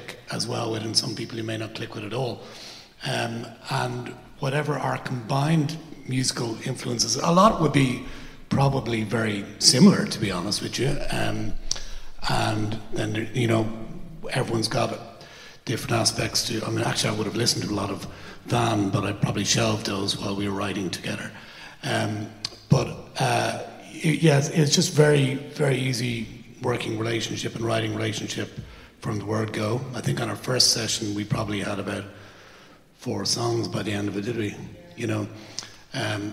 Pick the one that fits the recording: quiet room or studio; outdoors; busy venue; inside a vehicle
busy venue